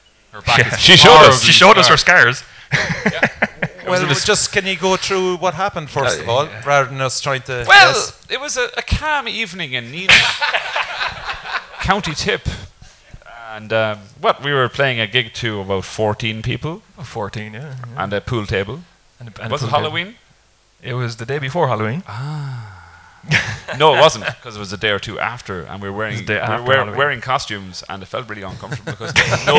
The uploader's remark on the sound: “Live at The Roundy Bar”. Recorded live for The Cork Podcast Festival 2019.